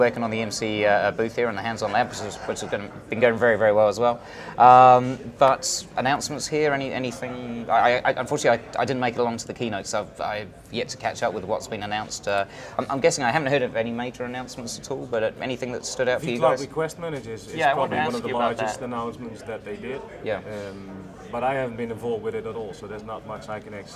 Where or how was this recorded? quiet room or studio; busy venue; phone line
busy venue